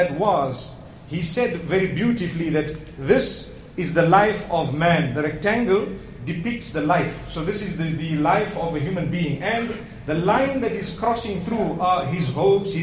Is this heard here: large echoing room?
yes